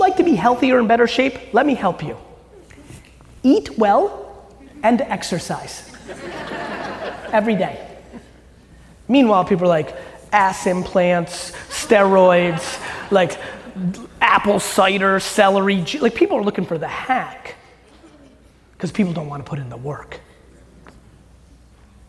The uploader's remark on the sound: Today’s episode is from a keynote that I gave in Mobile, Alabama during Senior Bowl weekend last month.